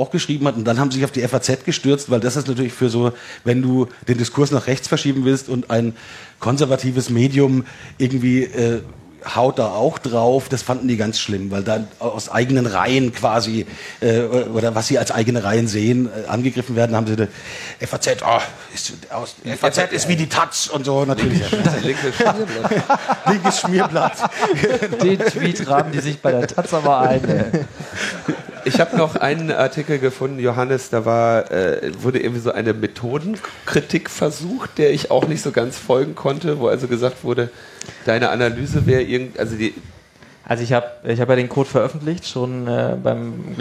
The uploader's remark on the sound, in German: Die Live-on-Stage-Sendung von der Bühne des Three Headed Monkeys Village auf dem Chaos Communication Camp 2019. Und Logbuch:Netzpolitik war mit dabei auf der Bühne des wundervollen Three Headed Monkeys Village.